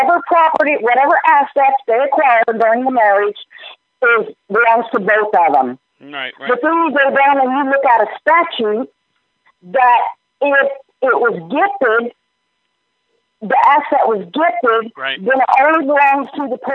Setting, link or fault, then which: link, phone line